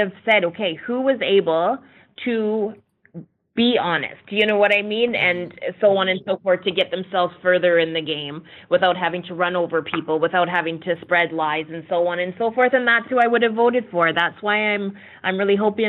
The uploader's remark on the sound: Phone Interview